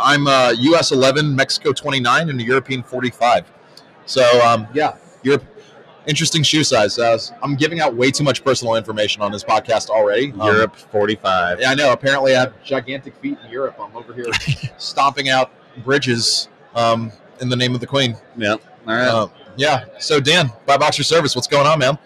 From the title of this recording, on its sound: Live at Prosper 2022